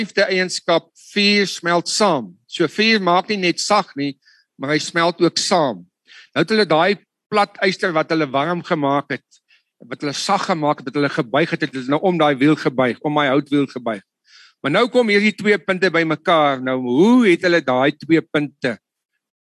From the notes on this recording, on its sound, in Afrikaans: Woord Sonder Grense Mannebediening se saalbyeenkomste by Choose Life Church *(CLC)* vind plaas op Dinsdae oggende vanaf 6:00 tot 7:00 by *CLC* se saal. Die Manne Bediening *DIGITAAL* se *Zoom* byeenkomste word gefasiliteer tesame, en op dieselfde tyd, as die saalbyeenkoms.